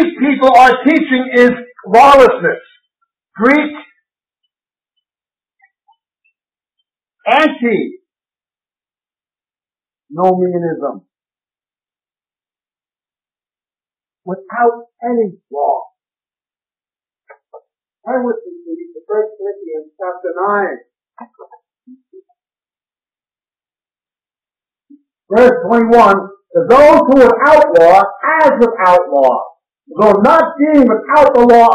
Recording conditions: poor sound quality